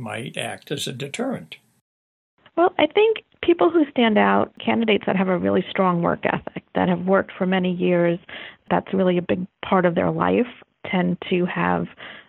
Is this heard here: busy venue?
no